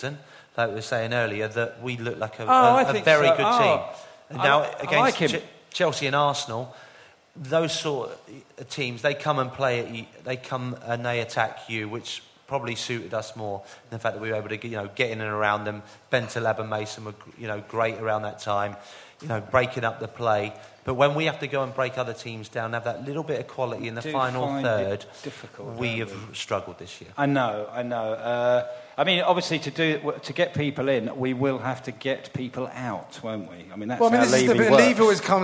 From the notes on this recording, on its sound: Recorded live with a very special audience of close friends.